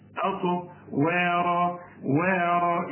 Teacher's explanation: إنما الراء المفتوحة مفخمة